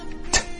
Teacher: that T is a stop consonant where pressure builds up behind the tongue, T, and then is released.